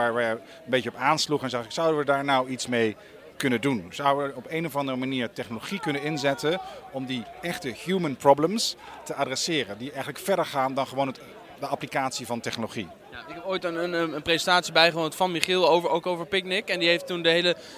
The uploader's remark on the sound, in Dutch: Ik sprak hem op TNW Conference 2017.